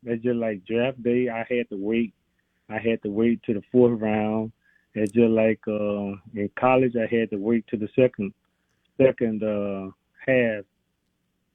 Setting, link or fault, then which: link, phone line